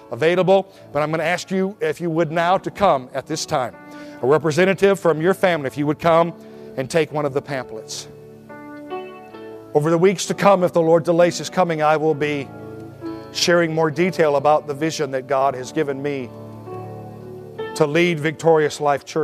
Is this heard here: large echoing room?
yes